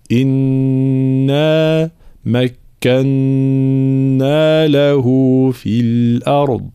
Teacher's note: كلمة إنا نبين كسر الهمزة بلا تمطيط، فلا نقول لا نقول إنا، لا إنا، إي مباشرة، ثم نون مشددة فيها الغنة الكاملة، ثم مد هنا بمقدار المد الطبيعي.